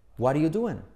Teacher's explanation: se comen el verbo to be, tanto enseñado, al final lo omiten. El what, la T como resuave, omiten el verbo y se pasan a what are you.